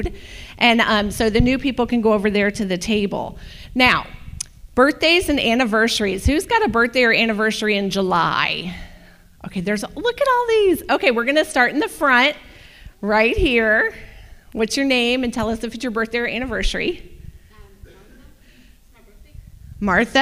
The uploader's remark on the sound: This is the full replay of the LIVE Rejoice Pompano Bible Study